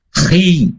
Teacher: Kha dan ghain itu ada sisi tipisnya ketika berharokat kasroh. Khi ya, dibuka tetap ininya apa, mulutnya.